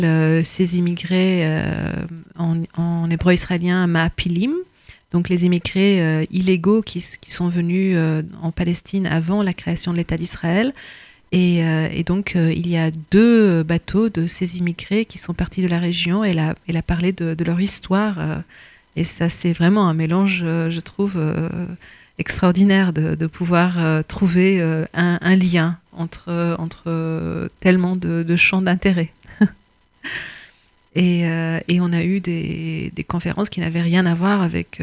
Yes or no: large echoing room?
no